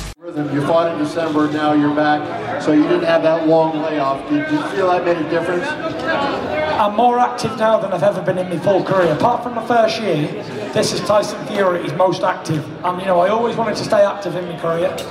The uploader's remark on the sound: Full Post fight press conference (Las Vegas)